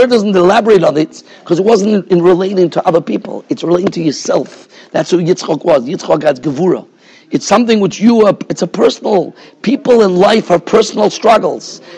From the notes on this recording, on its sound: Shiur recorded in Yeshivas Ohr Reuven, Monsey, NY.